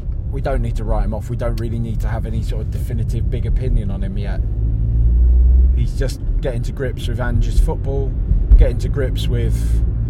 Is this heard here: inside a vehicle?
yes